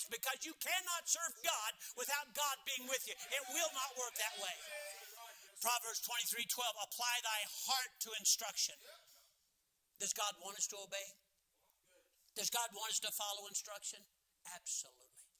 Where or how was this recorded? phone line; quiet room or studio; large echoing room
large echoing room